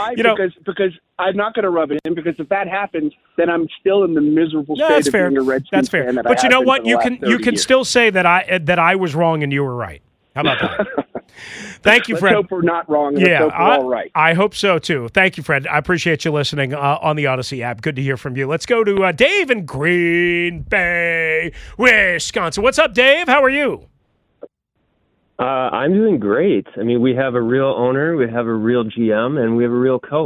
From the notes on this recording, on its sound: Right back to the phone lines. Even more callers join. Closing out the caller centric hour.